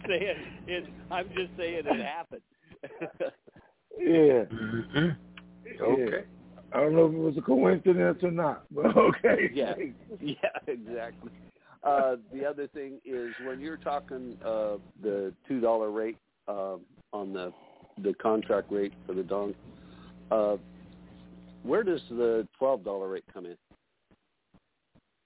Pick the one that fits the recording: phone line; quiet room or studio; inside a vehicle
phone line